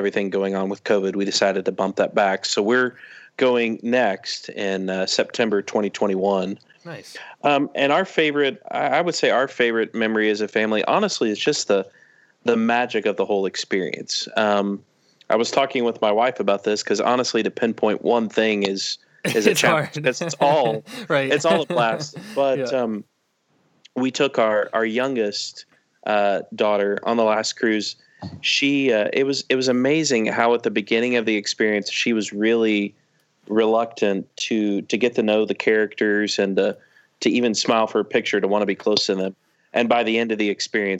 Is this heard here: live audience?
no